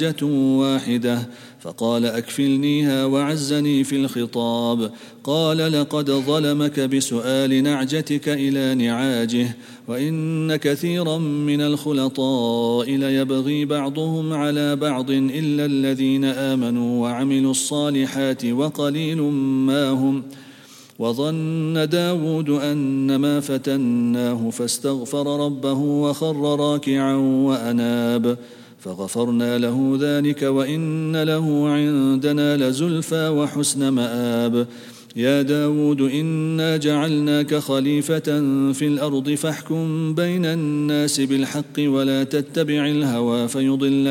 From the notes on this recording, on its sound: at the Houghton Masjid (West Street)